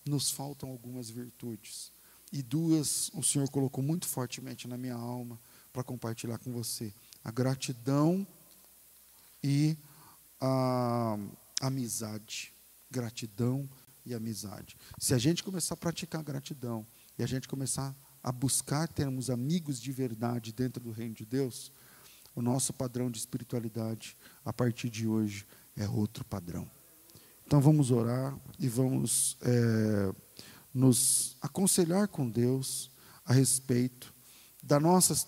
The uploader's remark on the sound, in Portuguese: Culto ao vivo